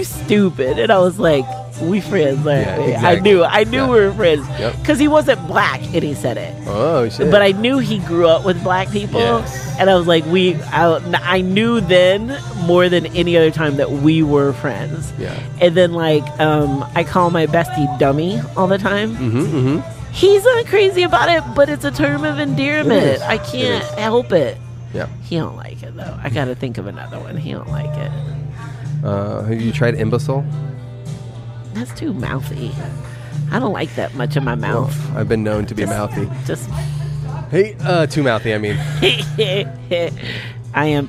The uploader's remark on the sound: At the home for Wednesday night's open mic Casey's Woodshed in Tempe, AZ.